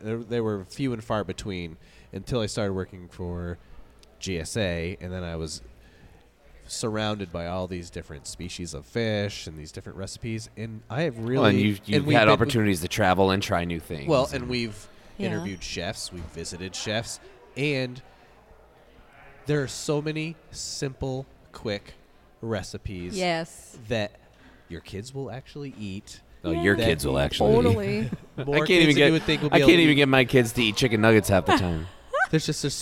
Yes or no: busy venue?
yes